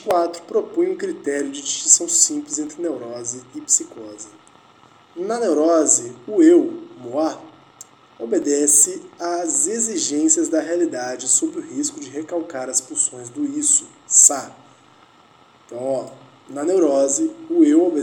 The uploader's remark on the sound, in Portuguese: Nos aventuramos pela jornada de gravar um episódio com uma panela de pressão em mau funcionamento.